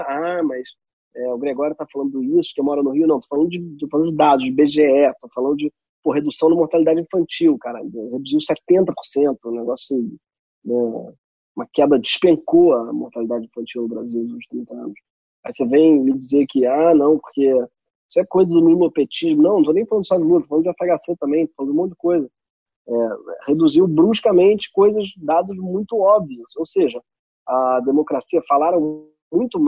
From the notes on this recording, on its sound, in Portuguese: A parte legal de gravar em casa é que o app zoom possibilita, além de escutar, ver as pessoas.